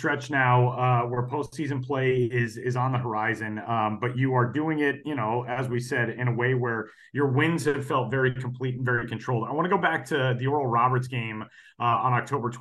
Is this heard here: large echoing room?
no